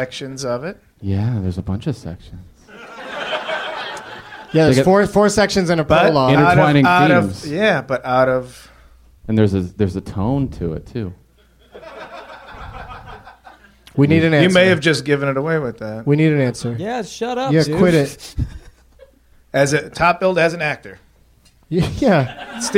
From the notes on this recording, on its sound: Recorded Monday, October 4, 2010 in front of a live audience at Zanies Comedy Club. In front of a live audience at Zanies Comedy Club with the help of The Onion's AV Club.